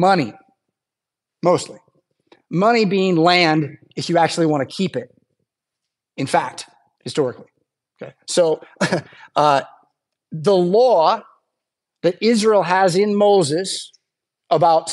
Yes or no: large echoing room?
yes